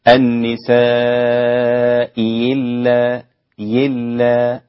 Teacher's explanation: سهل الهمزة الثانية وأبدلاها ياء خالصة · Term: إبدال ياء خالصة